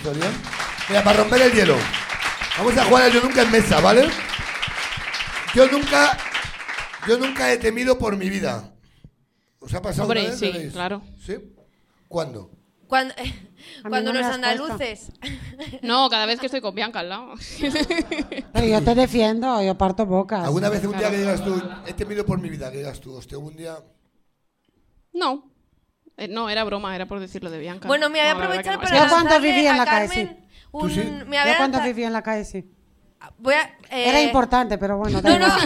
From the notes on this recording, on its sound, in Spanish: Programa grabado en BEER STATION (Madrid)